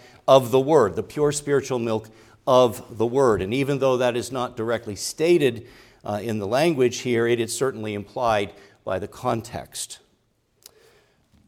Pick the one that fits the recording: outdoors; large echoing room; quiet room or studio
large echoing room